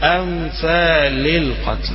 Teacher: جبت الهمزة من آخر الحلق وبعدين جبت النون من الأنف وبعدين جبت اللام من اللسان